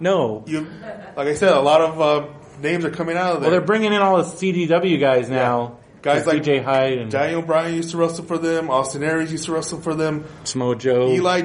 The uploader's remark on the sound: Live at Comic Con Palm Springs.